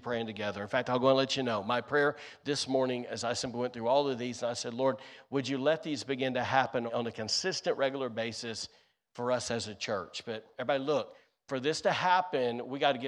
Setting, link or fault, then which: setting, large echoing room